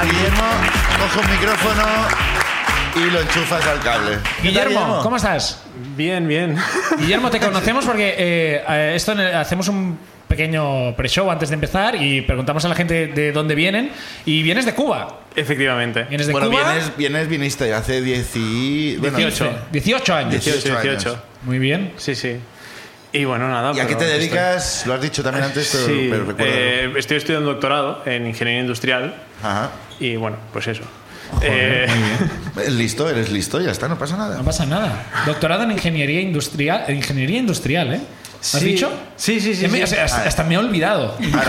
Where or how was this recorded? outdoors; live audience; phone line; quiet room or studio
live audience